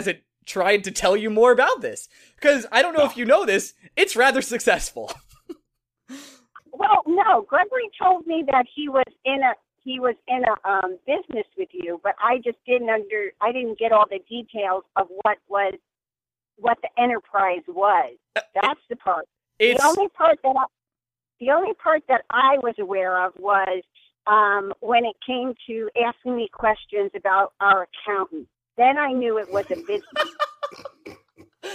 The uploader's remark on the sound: Moms call in back to back to have a chat and tell some embarrassing stories